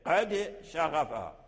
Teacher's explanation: ولا بد من قلقلة الدال